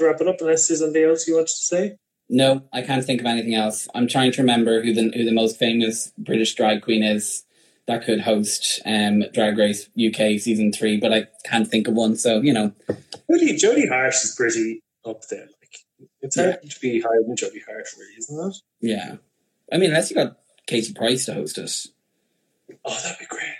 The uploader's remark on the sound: This is the feed of an Instagram Live